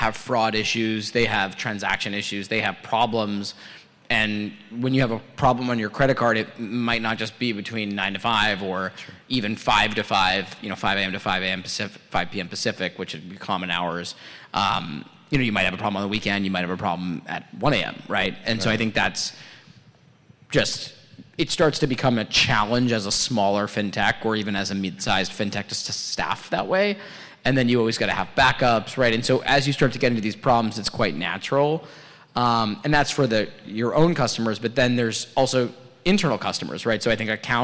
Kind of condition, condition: setting, busy venue